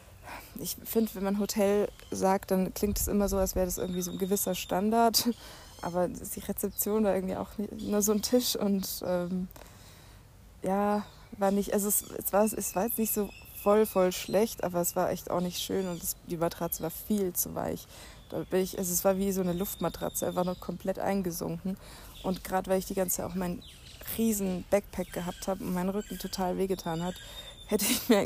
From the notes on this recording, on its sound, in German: Fast live aus der Hängematte im Hostelgarten